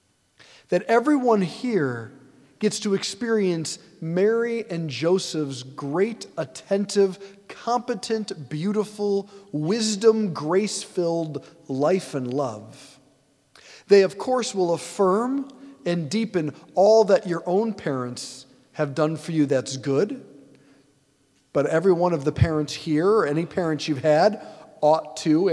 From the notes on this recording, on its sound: preached this homily on December 31, 2023 at St Basil the Great Catholic Church in Brecksville, OH